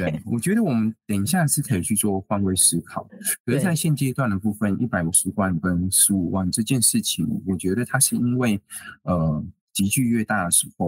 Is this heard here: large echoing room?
no